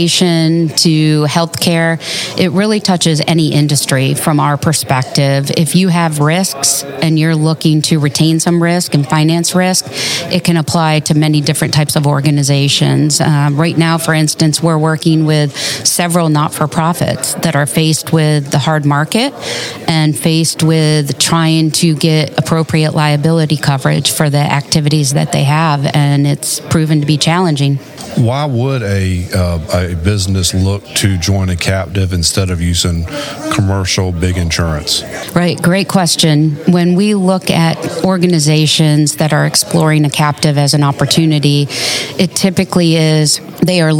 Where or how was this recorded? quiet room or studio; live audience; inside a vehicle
live audience